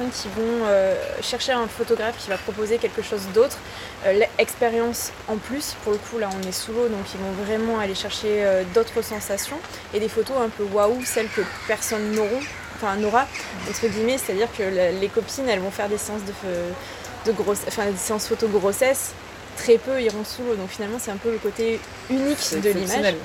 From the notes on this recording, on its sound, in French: Les conditions pour enregistrer cet interview n’étaient pas les meilleures (nous avons eu le droit à : la pluie, le clocher, la voiture qui fait son créneau à côté de nous, les commerçants de Roquebrunes sur Argens qui papotent…).